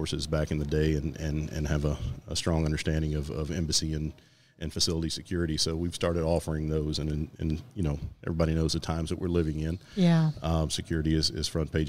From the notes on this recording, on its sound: Recorded at Tusculum Brewing Company